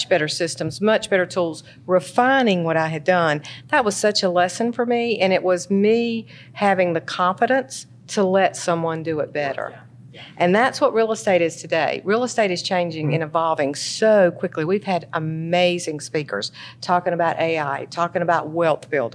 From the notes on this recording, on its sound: EXCLUSIVE from ONE Summit 2024. Live from the Venetian Hotel in Las Vegas, NV.